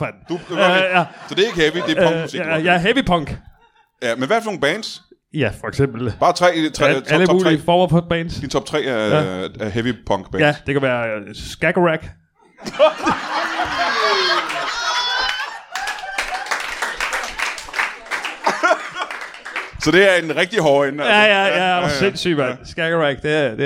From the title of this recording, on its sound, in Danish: LIVE fra Kolding